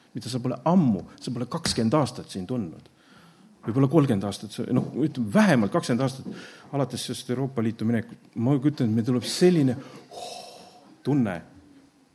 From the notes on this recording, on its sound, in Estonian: Audio salvestus koosolekult.